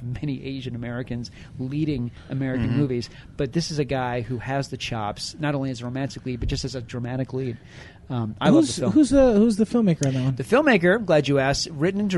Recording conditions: busy venue